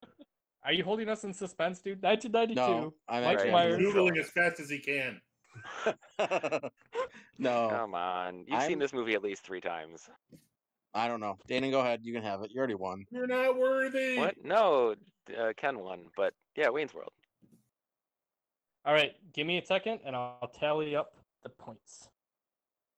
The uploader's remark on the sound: We sound like Robots as we podcast from home still.